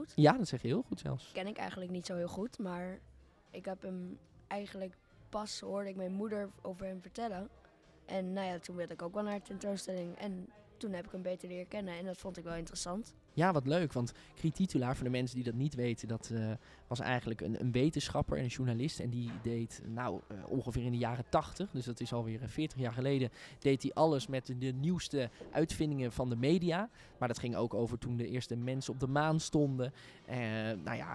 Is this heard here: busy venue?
yes